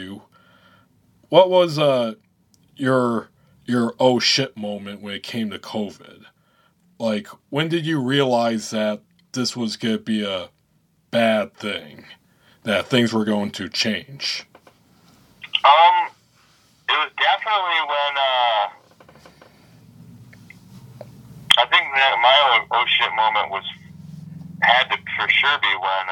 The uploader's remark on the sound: Recorded via phone. In Grand Rapids, Michigan.